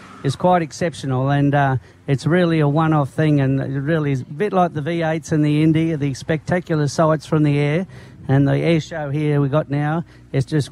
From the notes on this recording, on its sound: Were live from Surfers Paradise Beach this morning for the Magic Millions Barrier Draw.